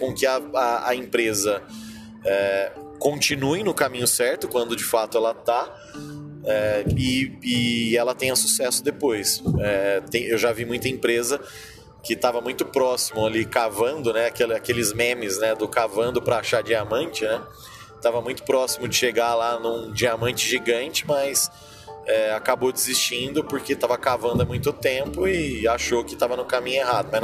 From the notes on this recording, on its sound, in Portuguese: Direto da estrada.